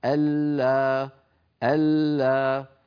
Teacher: المشهور عدم إبقاء الغنة، المشهور والمقروء به في أغلب العالم الإسلامي عدم إبقاء الغنة